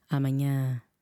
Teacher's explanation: Accent on the last A of amanhã